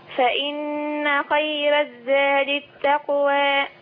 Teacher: بس حاولي ترقق الراء خيرا.